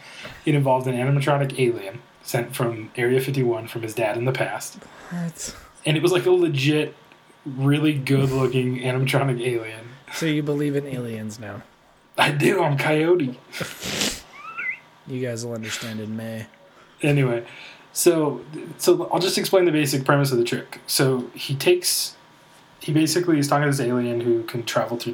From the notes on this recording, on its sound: There is some funky echos going on in the episode.